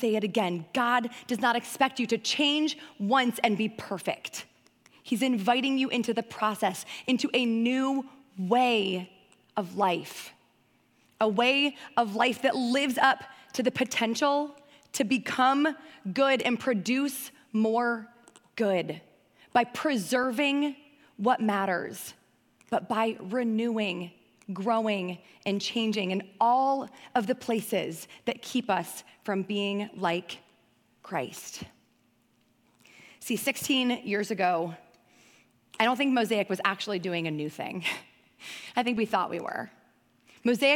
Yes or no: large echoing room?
yes